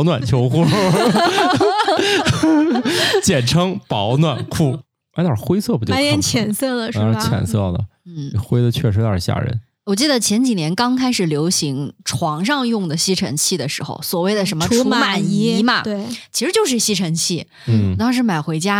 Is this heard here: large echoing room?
no